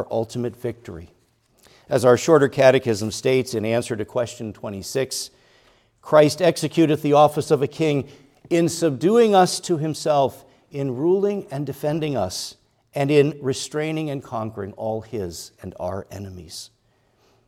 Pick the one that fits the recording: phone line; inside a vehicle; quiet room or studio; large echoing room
large echoing room